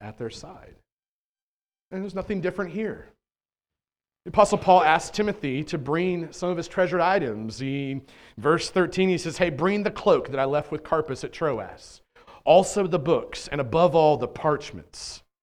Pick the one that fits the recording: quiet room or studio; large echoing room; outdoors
large echoing room